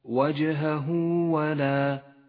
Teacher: يمد مد الصلة الصغرى بمقدار حركتين